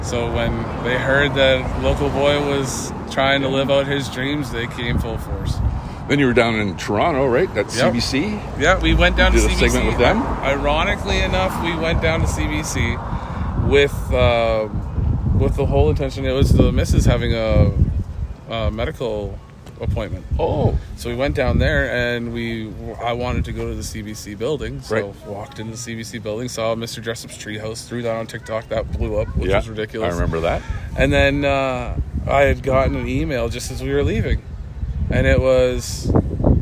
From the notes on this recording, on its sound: I happened to be in that area of Thunder Bay , it was a warm summer day. The following recording is our conversation from his lawn as his children took care of the bustling business in the background.